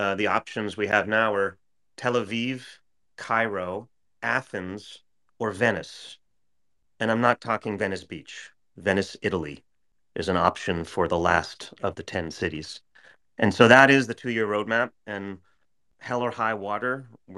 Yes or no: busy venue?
no